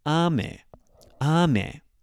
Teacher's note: So, ah is higher and me is lower. Now, make sure that you're not raising in volume.